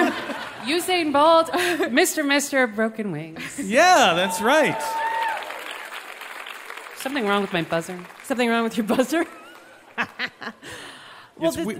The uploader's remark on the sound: Live from Central Park's SummerStage Festival